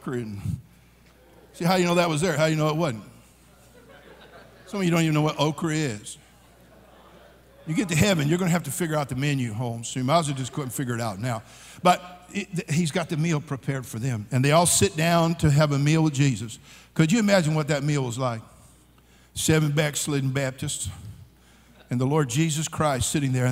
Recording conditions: live audience